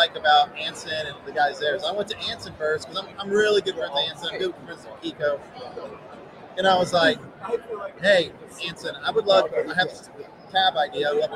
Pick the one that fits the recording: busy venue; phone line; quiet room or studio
busy venue